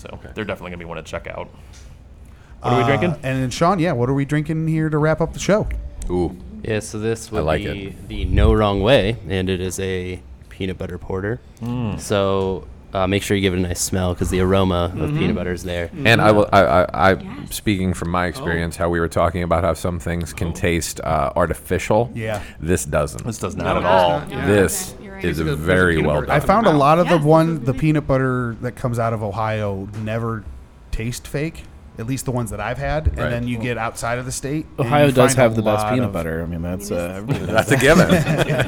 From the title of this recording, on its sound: Live From Nostalgia Brewing Company